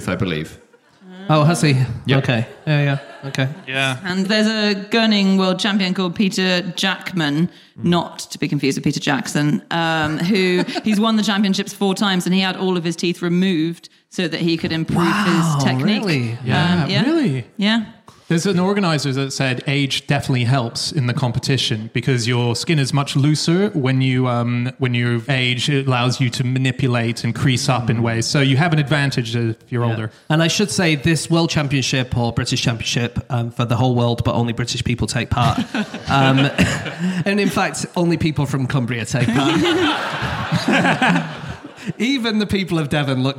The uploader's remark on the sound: Live from Uffculme